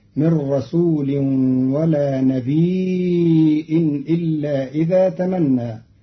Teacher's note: قرأ قالون كلمة نبي بتخفيف الياء ساكنة مع همز بعدها فتصير مدا متصلا يمد قدر أربع حركات